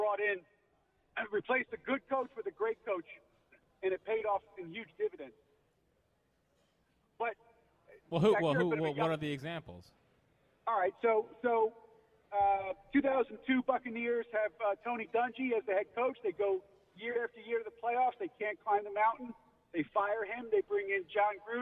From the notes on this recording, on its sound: live from Chickies in South Philly